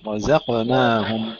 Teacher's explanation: وكلمة رزقناهم فخم فيها الراء جيدا، رقق الزاي